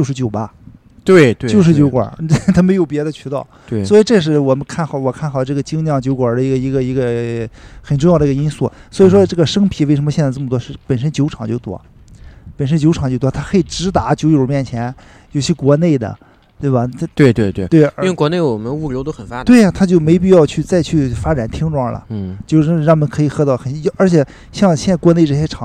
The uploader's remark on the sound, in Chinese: 录音地点：小醉精酿啤酒超市-济南市凤凰街1区211